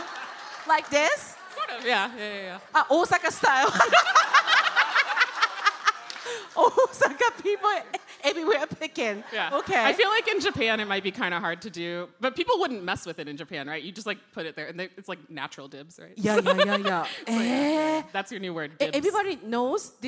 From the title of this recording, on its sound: The Podcast LIVE! Snippets from Chicago!